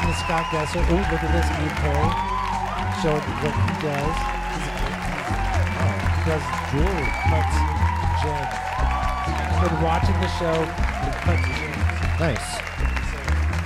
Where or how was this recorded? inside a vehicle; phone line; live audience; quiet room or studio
live audience